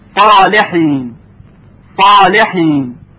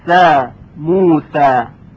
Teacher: پس صدای حرف صاد درشتر از صدای حرف سین هست. در اصطلاح ما میگوییم صدای صاد تفخیم میشه، یعنی درشت و سنگین ادا میشه، و صدای سین ترقیق میشه، یعنی ظریف و نازک ادا میشه.